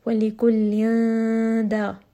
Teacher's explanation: as I am saying the noon sakin, I am prepping my tongue for the letter dal, the makhraj of the letter dal, and then I am moving on to the next letter. · Term: ikhfa